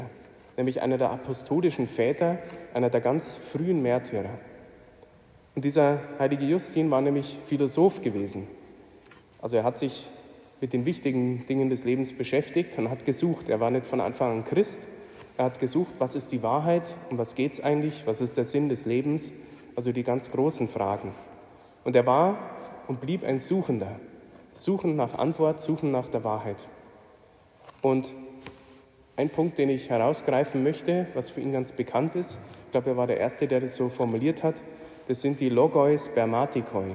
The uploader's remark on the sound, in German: Die Predigt hielt ich bei der "Nacht der Anbetung" in Wolfsburg.